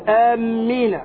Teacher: أولا كلمة آمين، آمين بعض الناس يخطأ في الصلاة فيقول الإمام ولا الضالين ويقول آمين بتشديد الميم، هذا خطأ